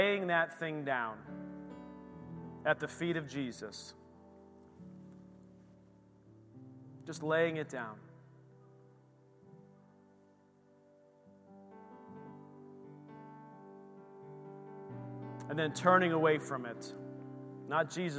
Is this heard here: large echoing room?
yes